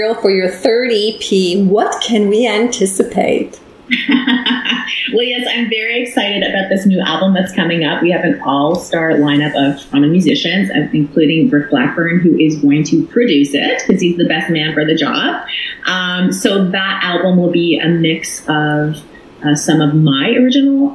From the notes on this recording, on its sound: this week via ZOOM on Beach Corner – Beach BOOSTER Radio